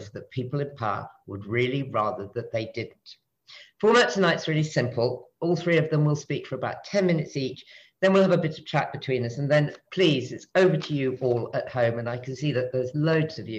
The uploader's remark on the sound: This talk was recorded online 5x15 in 2021.